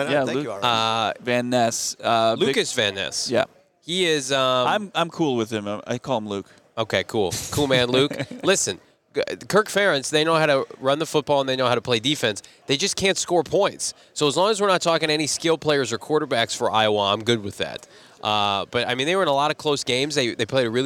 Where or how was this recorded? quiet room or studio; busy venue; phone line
busy venue